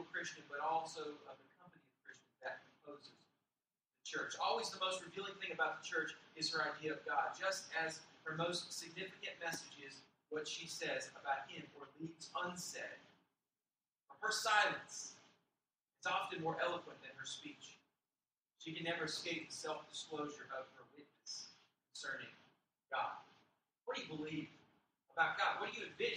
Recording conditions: poor microphone